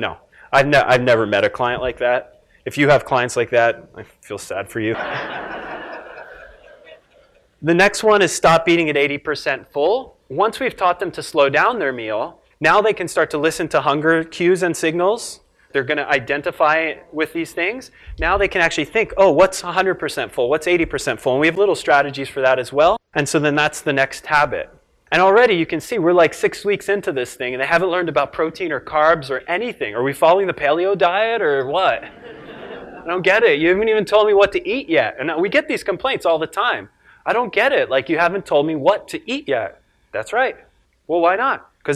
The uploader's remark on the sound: filmed live at the 2011 Perform Better Summit in Long Beach, California